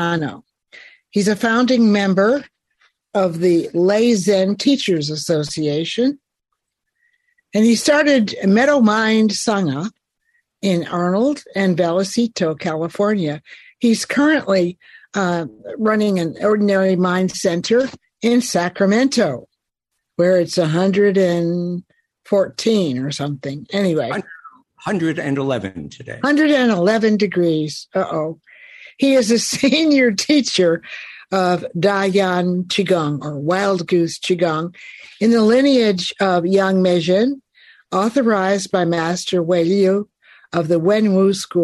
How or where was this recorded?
video call